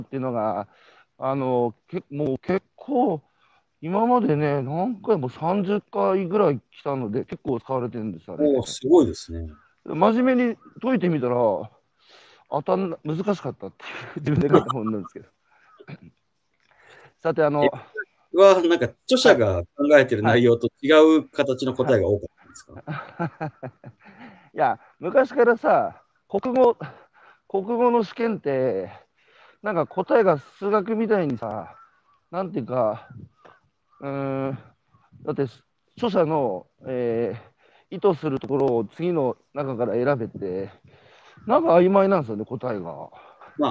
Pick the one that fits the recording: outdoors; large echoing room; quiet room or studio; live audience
outdoors